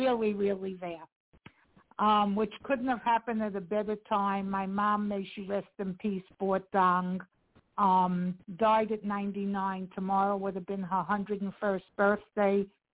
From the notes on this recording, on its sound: TNTSuperfantastic Conference Call